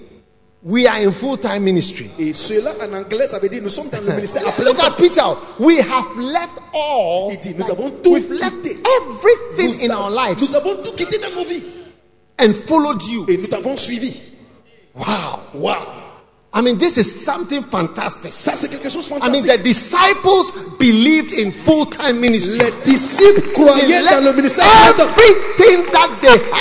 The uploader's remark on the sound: Preached at The Maintenance of the Aim Conference, from 17th November to 19th November, 2021 at The Truth Cathedral, Dawhenya-Ghana.